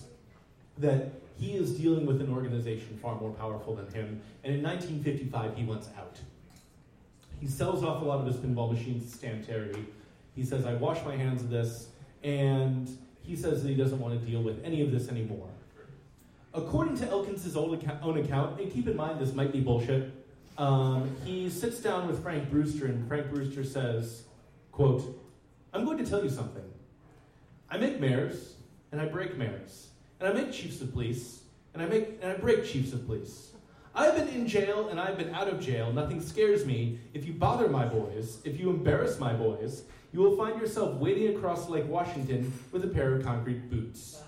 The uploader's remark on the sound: Live at the Jack London